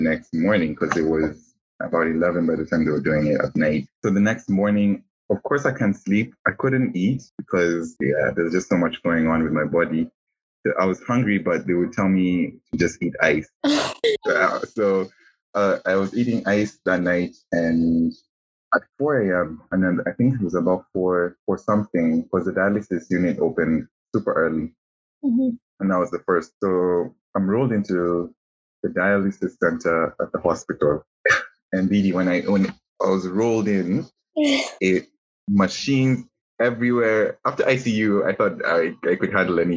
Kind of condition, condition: link, video call